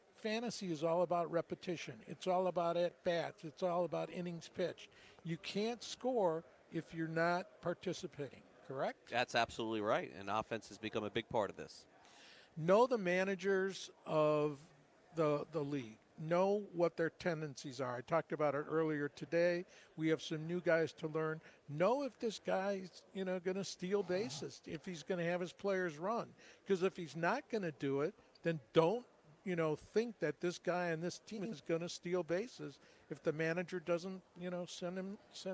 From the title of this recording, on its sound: LIVE FROM THE MLB WINTER MEETINGS